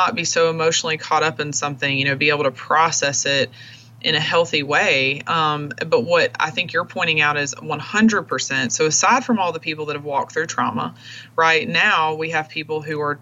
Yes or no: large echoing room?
no